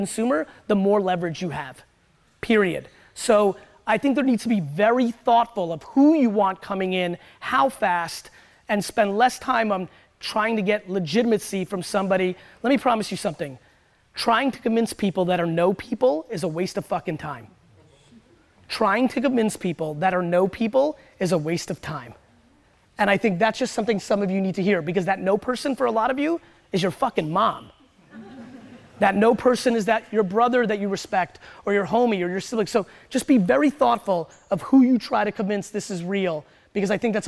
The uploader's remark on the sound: Keynote at Hall Of Flowers